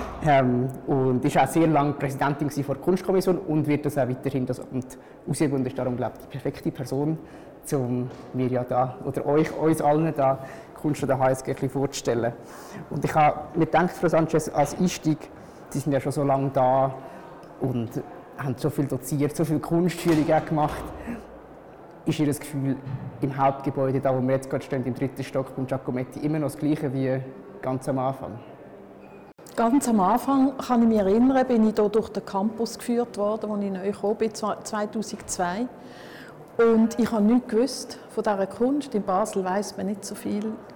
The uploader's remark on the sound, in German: Audio-Spaziergang durch den HSG-Campus